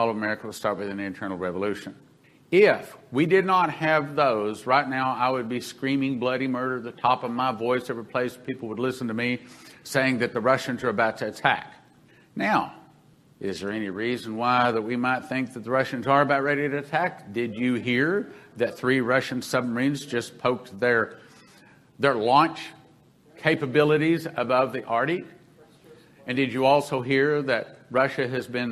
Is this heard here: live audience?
yes